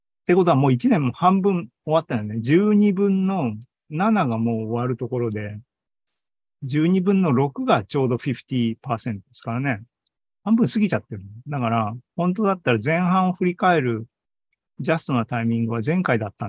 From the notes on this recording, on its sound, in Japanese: ２０２３年７月２９日に開催した ZOOMライブの模様です